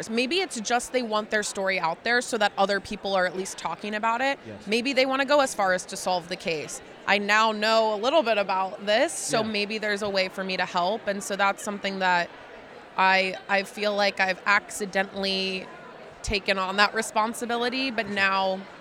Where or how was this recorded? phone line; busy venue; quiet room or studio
busy venue